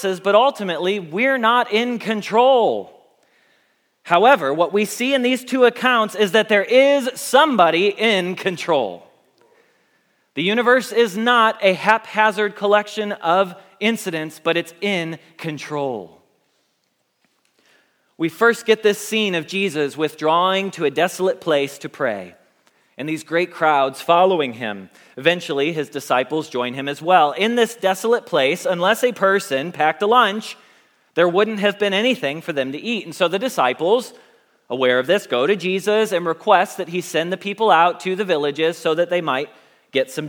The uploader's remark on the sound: Message Preached at Valley Creek Church